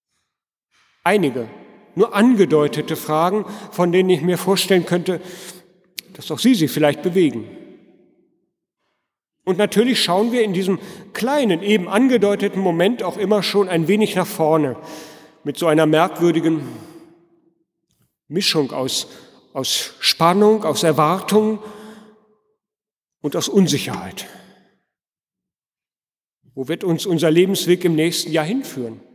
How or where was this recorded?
large echoing room